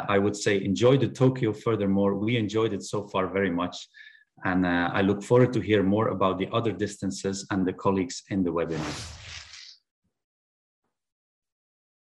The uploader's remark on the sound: This ISAKOS Webinar Audio Replay is from the 2021 ISAKOS Webinar with ESSKA.